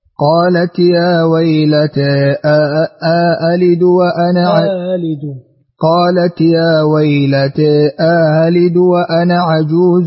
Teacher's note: نعطف دوري البصري بالتقليل والقصر وتسهيل همزة الثانية مع الإدخال